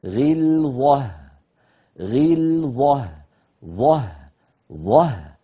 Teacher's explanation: إذن خلاصة الكلام: وليجدوا فيكم غلظة، غي، غي، هكذا أقل مراتب التفخيم، غي، غل، ظه، ظه، نفخم الظاء لأنها مفتوحة وبعدها هاء مرققة، ظه، ولا نبقي الفم يعني هكذا ظ، الفم منفوخ هكذا ظ ظه، إذا قلنا ظه تخرج الهاء الأخيرة تخرج مفخمة، لا يصح.